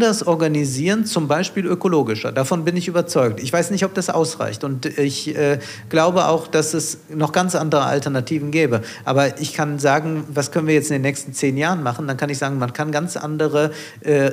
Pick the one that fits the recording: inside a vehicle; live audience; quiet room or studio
live audience